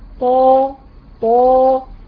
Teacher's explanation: انت مستعليه لسانك وبتدي اعلى درجه استعلاء